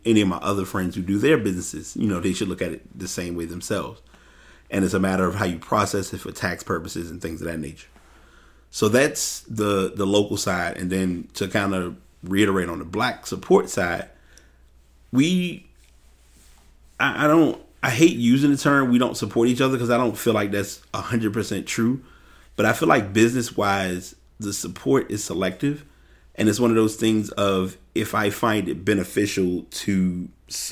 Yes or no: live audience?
no